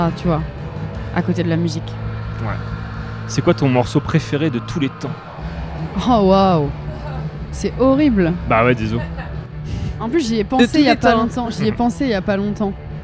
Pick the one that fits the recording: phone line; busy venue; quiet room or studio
busy venue